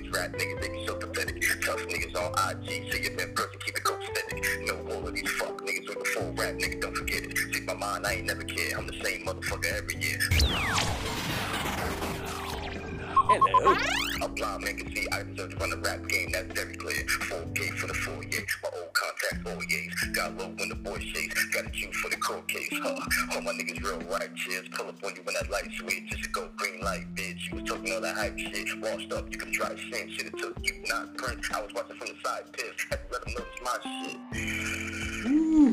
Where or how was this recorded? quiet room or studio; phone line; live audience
phone line